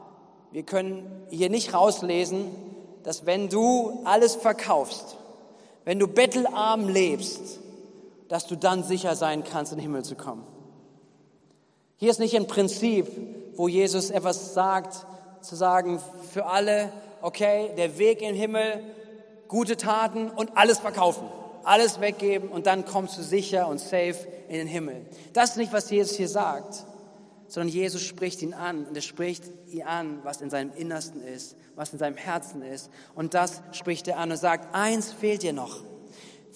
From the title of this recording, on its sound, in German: Gottesdienst am 18.07.2021